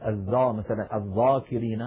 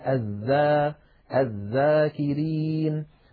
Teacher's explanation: فلا استعلاء ولا تفخيم في الذال · Shown in: second take · ذا ولا نقول الذا مثلا الذاكرين، بل نقول الذا الذاكرين. · Term: حرف مستفل